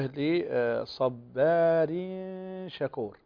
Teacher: عندنا هنا التنوين وبعده حرف الشين، شين من حروف الإخفاء، فهنا الإخفاء ويكون هذا الإخفاء بغنة، غنة مقدارها حركتين